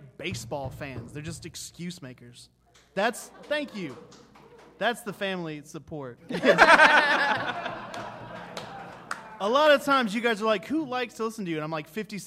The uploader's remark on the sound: The 100th Episode LIVE from Relapse Theater. Live from Relapse Theater in Atlanta GA.